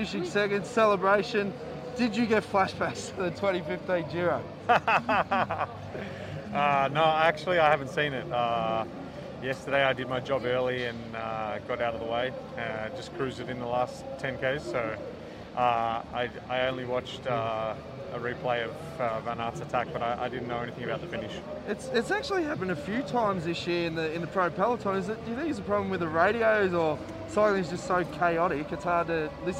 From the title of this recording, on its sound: Live from stage 5 at the Tour de France!